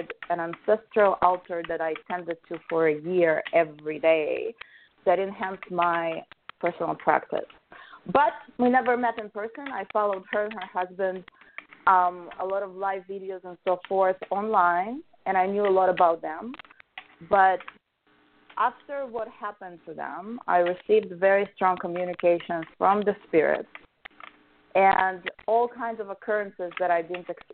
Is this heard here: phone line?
yes